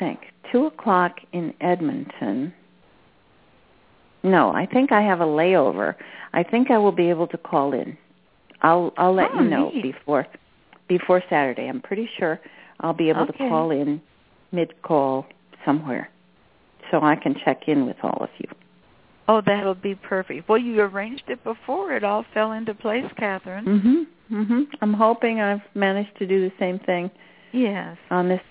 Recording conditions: phone line